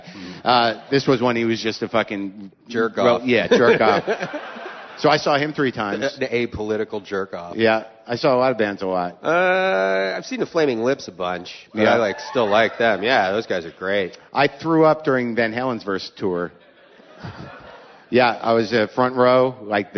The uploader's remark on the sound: Live from Vancouver